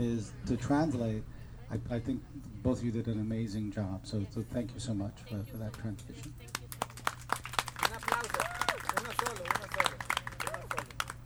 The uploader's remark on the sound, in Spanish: Holyoke Visible. Escuche todas las participaciones de este evento grabado en directo por radioplasma.